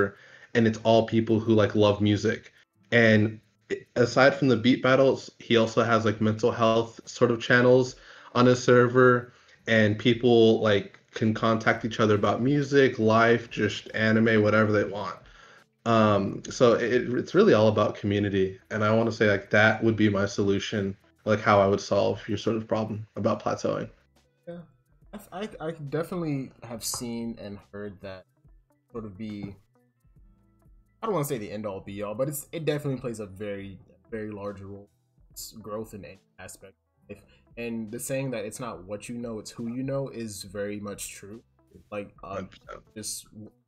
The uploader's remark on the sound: I apologize for my voice cutting out so often in the video! I wasn't aware that the program I was using to record wasn't of the best quality.